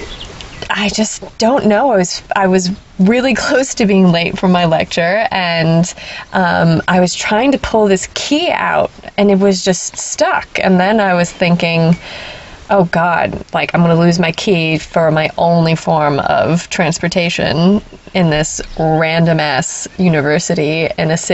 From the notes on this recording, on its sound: the birds for the background noise